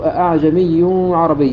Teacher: تحقيق الهمزتين من غير إدخال ألف بينهما